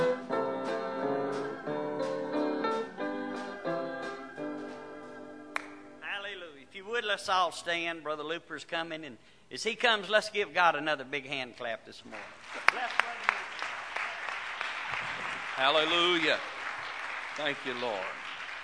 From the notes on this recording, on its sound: This broadcast recorded live from the First Pentecostal Church of Silsbee, Texas.